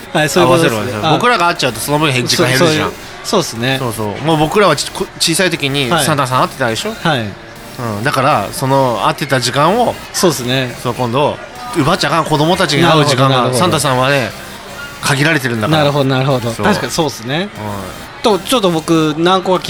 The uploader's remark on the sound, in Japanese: 今回は、東海市大田町にある英国パブブービーズにて収録！